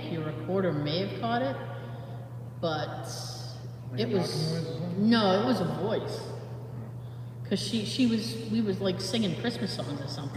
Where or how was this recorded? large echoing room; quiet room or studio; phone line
large echoing room